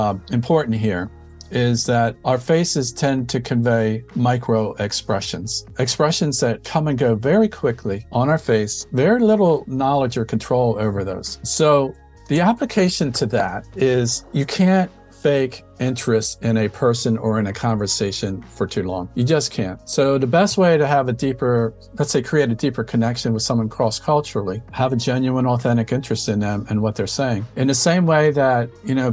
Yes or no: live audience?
no